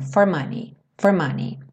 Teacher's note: pelo ritmo da música, o for é bem rapidinho